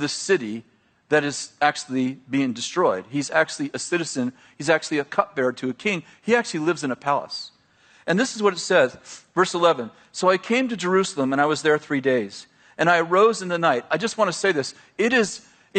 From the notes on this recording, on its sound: at Bethel Church in Redding, CA